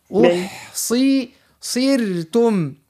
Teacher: الصا هنا بطبيعته هو حرف مفخم باهي، والكسرة جبدت لوطة والراء هنا نعملوها مرقة